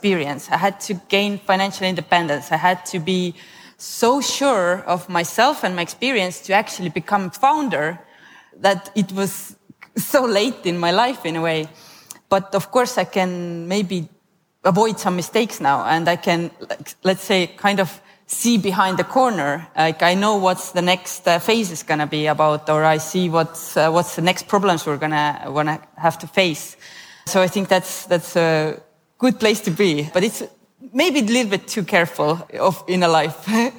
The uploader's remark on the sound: Recorded an extra special episode in front of an audience. We're live from Estonia!